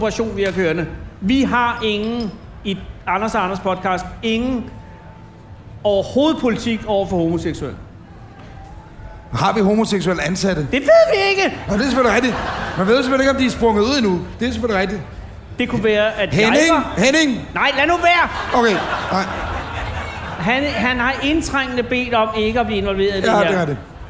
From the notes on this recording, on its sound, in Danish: Optaget foran 80.000 feststemte mennesker på Smukfest i Skanderborg.